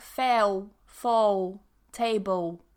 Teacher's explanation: they tend to have problems with the dark L at the end of words. So they will say things like fail, fall, table.